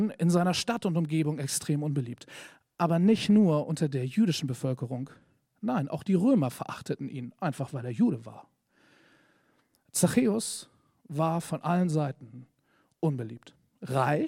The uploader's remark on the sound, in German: Predigt im Rahmen des GreifBar+ Gottesdienstes.